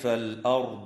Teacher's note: وتفخم الراء وصلا ووقفا في كلمة الأرض لسكونها بعد فتحة